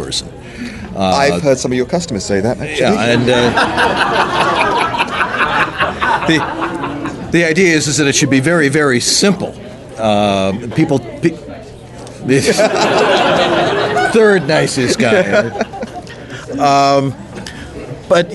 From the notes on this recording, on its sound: Live from Faffcon 6; San Antonio, TX. Guest-hosts in front of a live audience. We want to thank everyone both on the show and in the live audience!